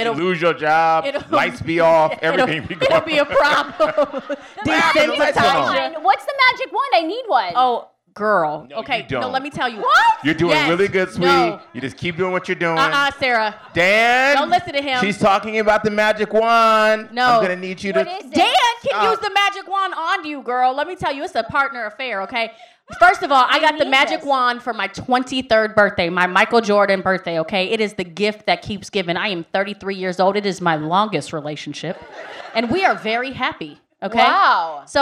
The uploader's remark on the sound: Threw an epic live show party at AFI in Silver Spring. The event was catered by Elegancia Caters.